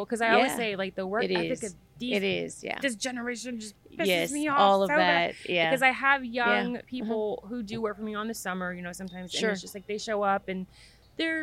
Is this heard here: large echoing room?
no